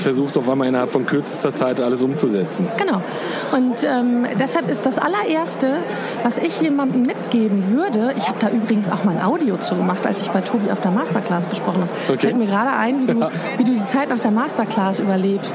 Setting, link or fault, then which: setting, busy venue